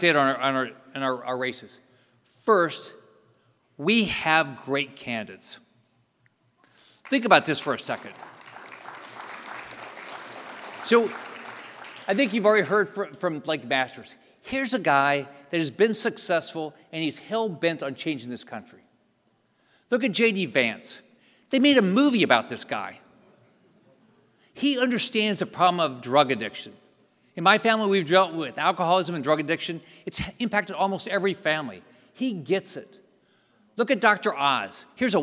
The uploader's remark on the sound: NatCon 3 Miami. Keynote address at the Miami National Conservatism Conference on September 11, 2022.